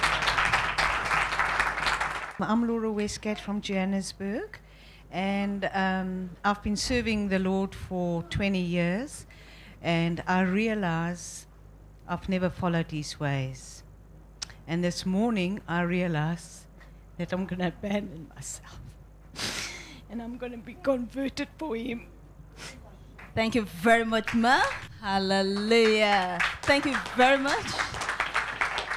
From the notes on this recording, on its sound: Addresses a group of international visitors to The SCOAN.